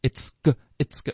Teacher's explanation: 持续这个 ts 的这个嘶音连发到 g，中间不要停，不要顿。OK， it'sgood， it'sgood，这样太累了。It'sgood， it'sgood，所以我们有的学生可能会觉得这块就比较难了，因为你要爆一个 ts 连发到 g。这个中文不存在这种三个辅音连起来发的，可是英文很多，此个此个此个，这个要练习。It'sgood， good 结尾的的呢我们就省略。It'sgood，导致一个干脆停顿，舌头要顶上颚，封住气流。Good， it'sgood， it'sgood， it'sgood，然后注意这不是 good，这也不是 good， ohgo。都不对，是一个个人的个，OK？ It'sgood，结尾导致停顿呢，舌头就顶上颚了，从这个嘴型就很容易可以连发到 ta，OK？就是 · 不能发成 isis，一定要有一个 ts ts 的爆破